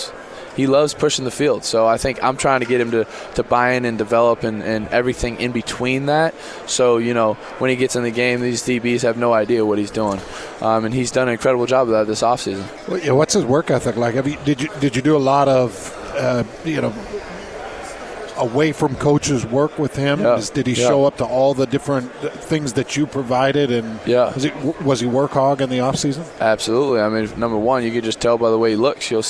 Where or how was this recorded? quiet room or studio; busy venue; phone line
busy venue